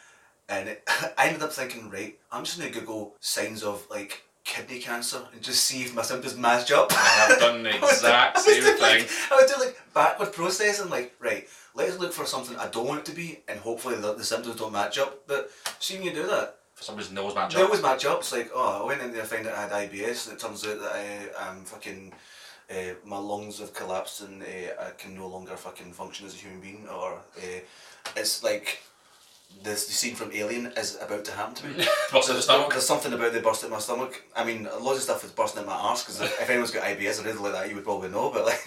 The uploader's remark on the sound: POOR SOUND QUALITY